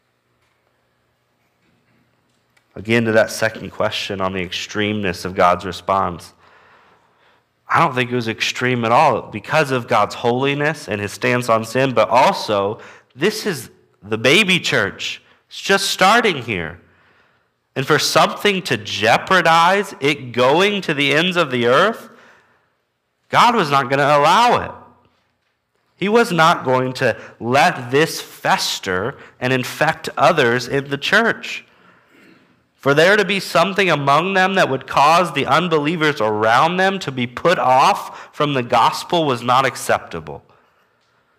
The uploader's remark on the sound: Walking through the book of Acts at Immanuel Baptist Church in Newton, KS.